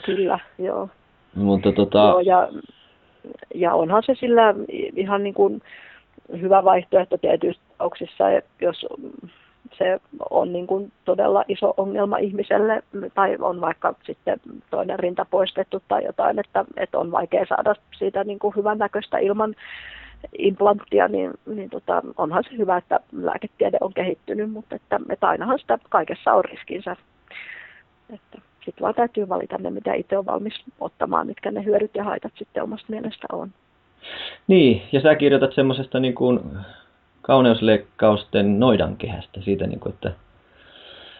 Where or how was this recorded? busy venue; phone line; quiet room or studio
phone line